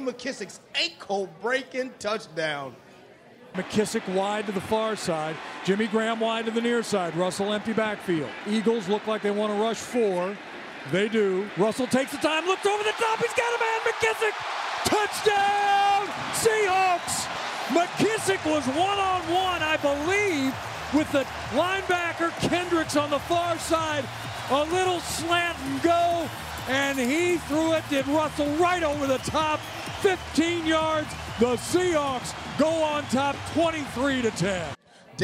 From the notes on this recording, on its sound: sit down live at Pearl Bar and Dining in Bellevue